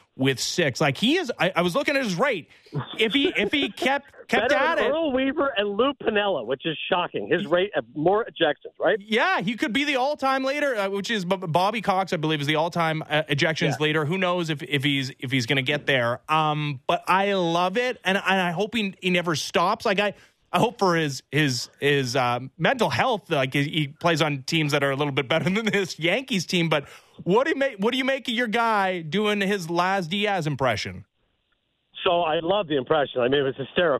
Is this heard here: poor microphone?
no